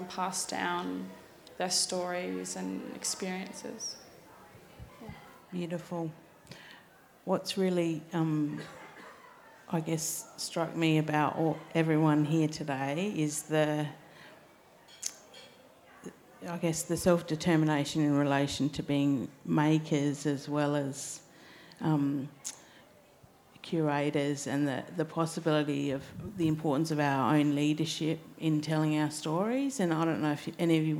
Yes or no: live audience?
yes